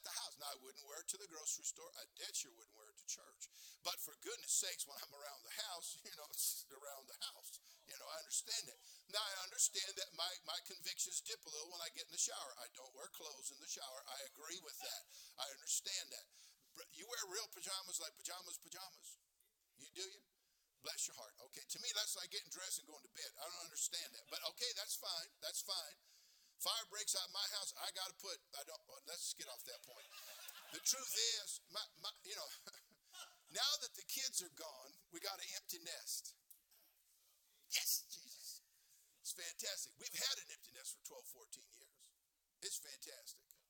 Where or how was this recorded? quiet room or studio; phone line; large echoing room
large echoing room